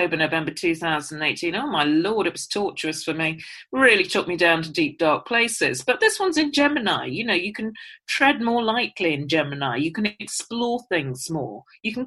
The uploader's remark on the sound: Naturally, we're both in lockdown still, so this was recorded over Zoom.